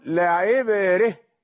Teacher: العين مكسورة والراء من حروف أكهر، نقول نميل فنقول لا عبرة